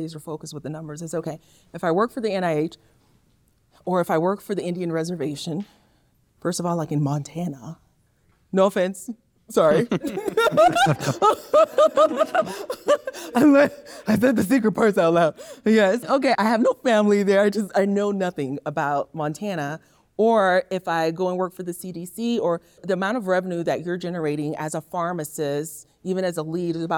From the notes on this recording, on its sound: Step into the heart of the Midterm Rental Wealth Retreat. Taking you back to the live event. Share in the audience’s journeys with the introductory goal-voicing exercise.